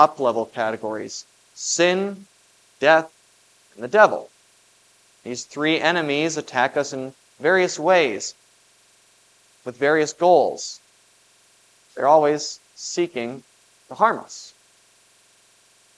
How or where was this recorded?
large echoing room